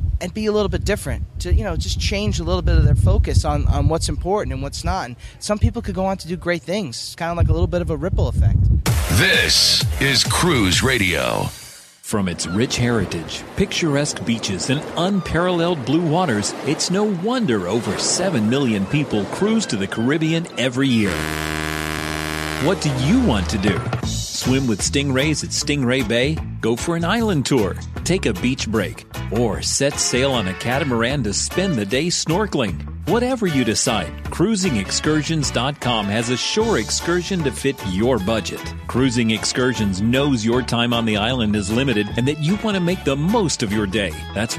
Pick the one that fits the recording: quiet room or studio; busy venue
busy venue